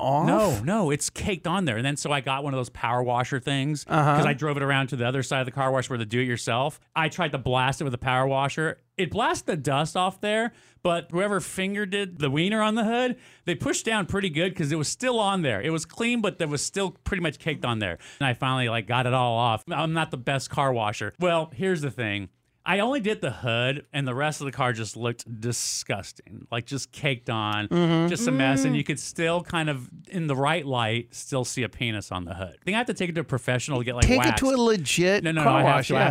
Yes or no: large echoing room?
no